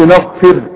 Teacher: هنا الراء انا قلت نغفر رققتها الراء دي لها احكام هناخدها فيما بعد نعرف نرقق امتى ونفخم امتى الراء خلاص.